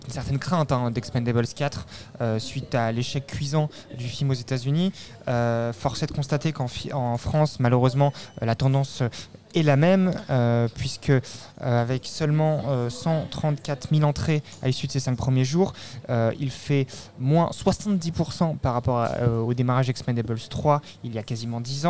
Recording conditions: busy venue